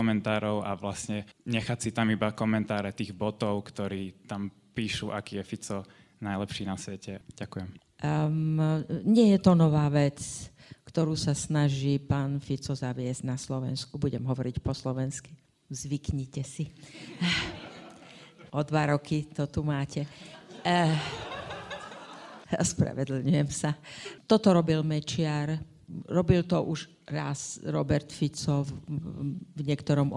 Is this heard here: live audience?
yes